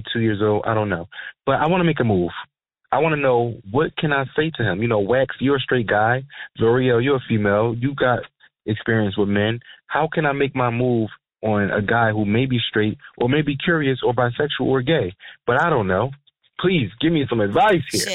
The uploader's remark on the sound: They took it to the phone lines to see if the listeners were team beast or team bully.